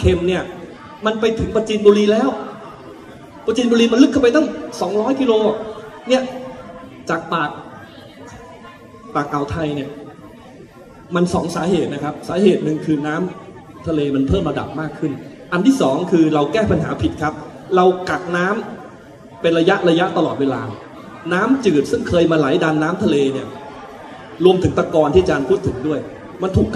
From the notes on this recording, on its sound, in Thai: เสียงอัดงานเสวนา ประเทศไทยกับ Climate Change.